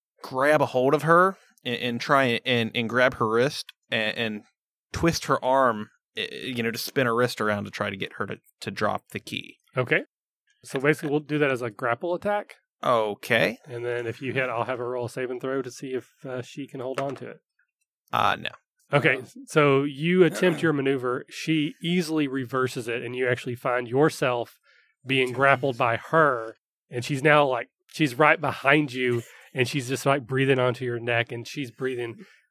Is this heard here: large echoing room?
no